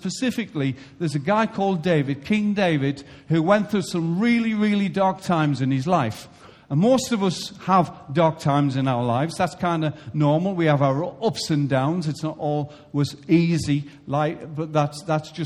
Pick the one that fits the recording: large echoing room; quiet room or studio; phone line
large echoing room